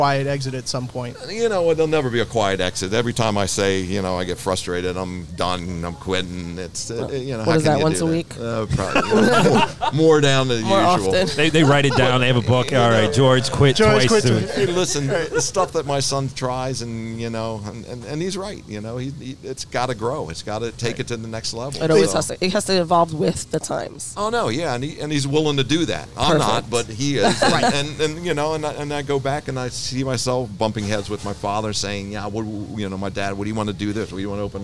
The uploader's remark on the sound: On location at a Greek owned, German butcher! A must visit if you are in the Hudson Valley!